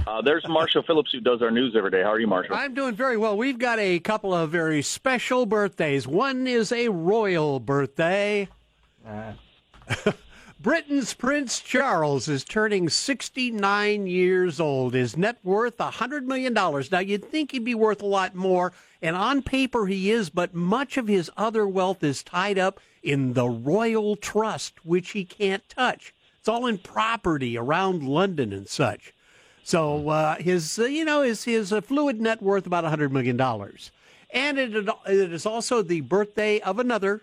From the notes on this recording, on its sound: We taking phone calls again?